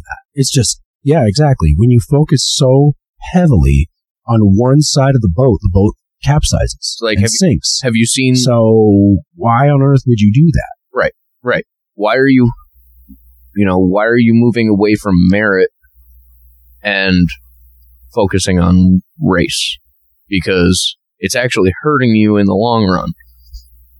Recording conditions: poor sound quality